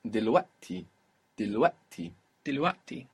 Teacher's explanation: You don't just wait in the middle of the word. It sounds like a pause, but actually you're doing something. You are tightening the throat.